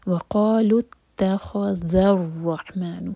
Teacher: ذال کے لیے ہماری زبان اوپر والے دانت کو ٹچ کرے گی اور تھوڑی سی ٹپ باہر ہوگی. وَقَالُوا اتَّخَذَ الرَّحْمَنُ، ذَال کو آگے رو سے جوڑیں گے، رو ہیوی ہوگا کیونکہ رو پر ہے فتح، اور رو کو ہم ح سے کنیکٹ کریں گے، رح، اور یہ ح حلق سے پڑھی جائے گی سینے سے نہیں.